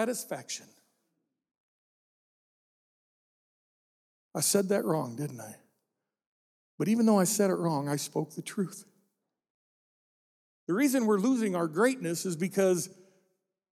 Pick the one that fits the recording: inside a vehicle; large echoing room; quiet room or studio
large echoing room